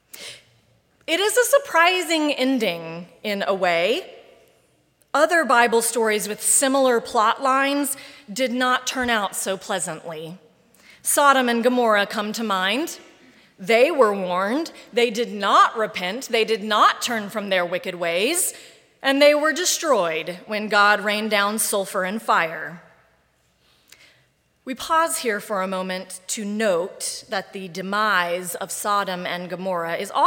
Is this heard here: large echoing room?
yes